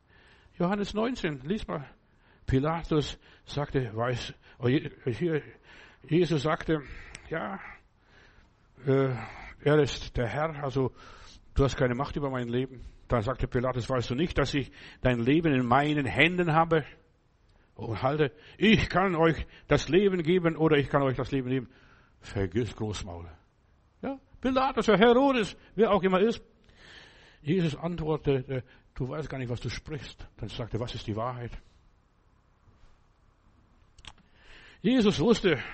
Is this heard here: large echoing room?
yes